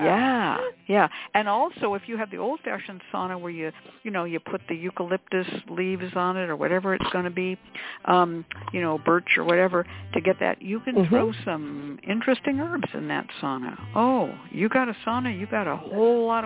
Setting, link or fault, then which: link, phone line